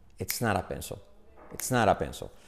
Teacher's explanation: Hacen la S como es, las T como resuave y unen todo así